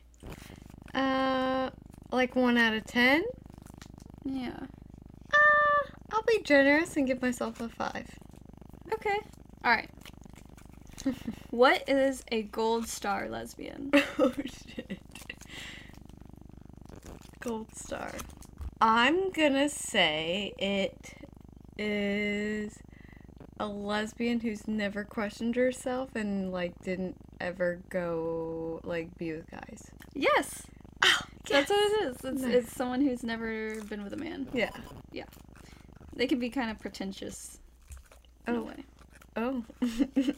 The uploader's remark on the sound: The sound pretty much stops after about five minutes.